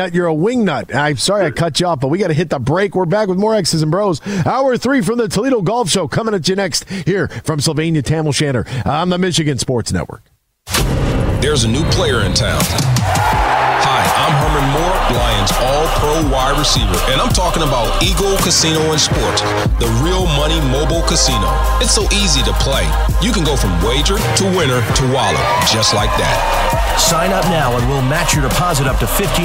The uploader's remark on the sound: Headlines, live from the Toledo Golf Show at Sylvania Tam-O-Shanter.